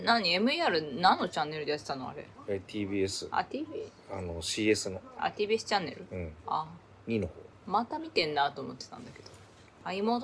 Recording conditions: phone or laptop microphone